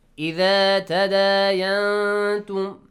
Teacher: إخفاء. Hide the sound of noon and produce a nasal sound.